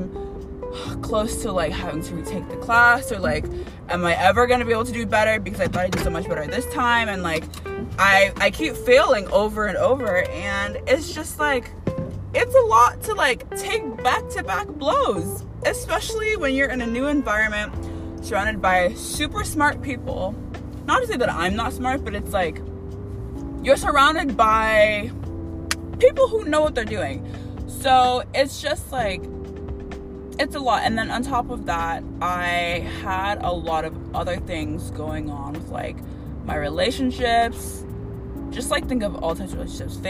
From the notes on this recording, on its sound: I wrote and re-wrote, recorded and re-recorded my first episode so many times all to just switch on the voice memo app and just record myself on the fly in the end.